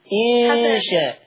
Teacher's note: غنة الإخفاء اللي هي النون عند الشين